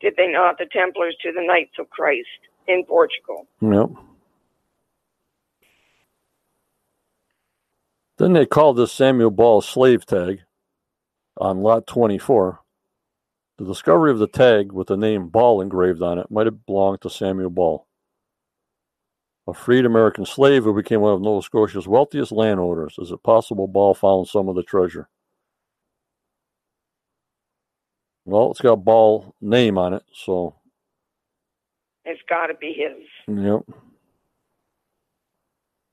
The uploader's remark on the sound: on the Phone !